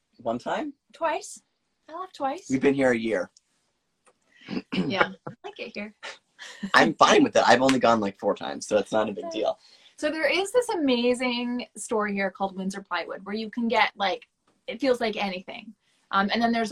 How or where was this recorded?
video call